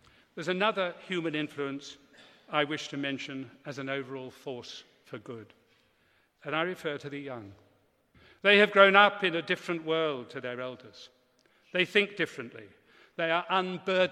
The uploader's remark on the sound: Delivered a speech this week at the National Cathedrals Conference in Newcastle Cathedral. The conference, “Different Country, Different Church”, included talks, workshops, and debate.